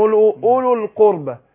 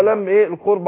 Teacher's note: وهمزه الوصل بتاعت القربة برضو ايه سقطة